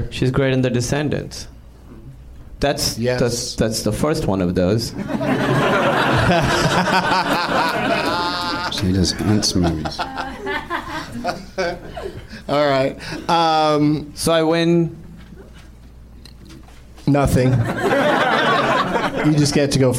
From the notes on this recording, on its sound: Live from the NerdMelt Showroom in LA